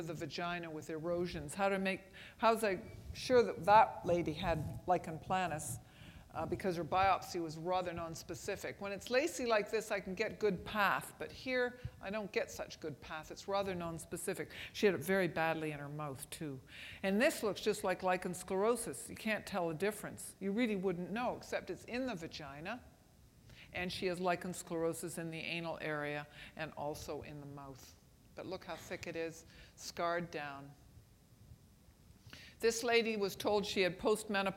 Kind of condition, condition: setting, busy venue